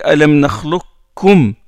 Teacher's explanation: Le qaf rentre dans le kaf, puisque déjà le qaf et le kaf, c'est presque la même zone d'articulation.